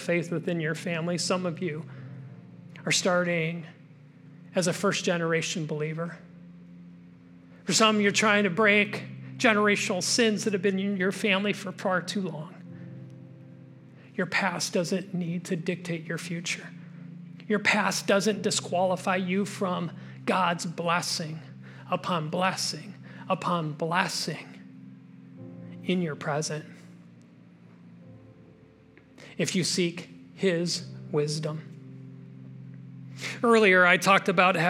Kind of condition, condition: setting, large echoing room